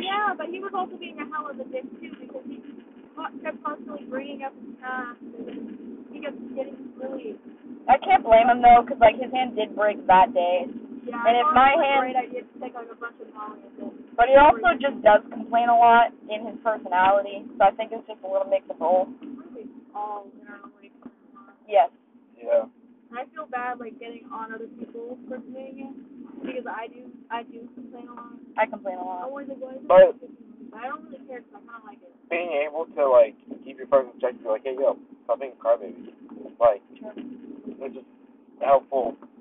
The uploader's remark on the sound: Me and a group of friends driving back from my trip to the middle of nowhere in Auburn.